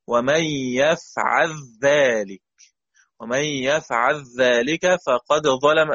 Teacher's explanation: اللام ساكنة بعدها ذل ذلك، أدغم أبو الحارث اللام في ذلك